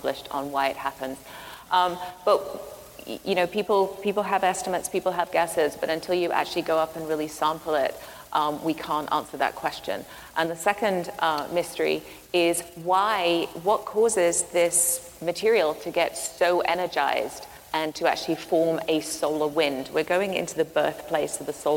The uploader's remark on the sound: a talk from earlier this year from the South by Southwest Music Festival